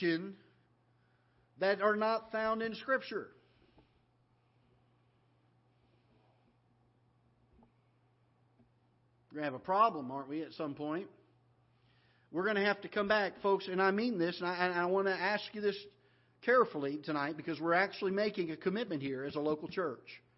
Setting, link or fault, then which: setting, large echoing room